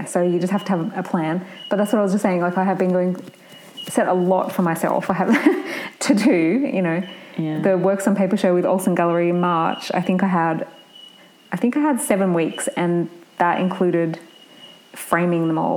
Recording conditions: sounds in the background